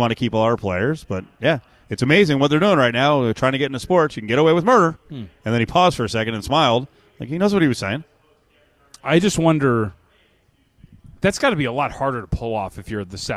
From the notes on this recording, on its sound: LIVE AT CIRCA.